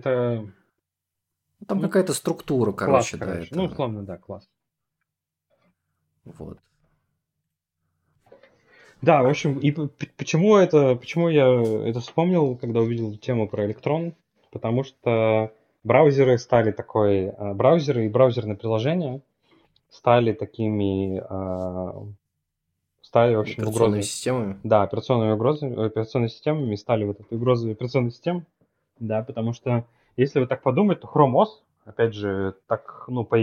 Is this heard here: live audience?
no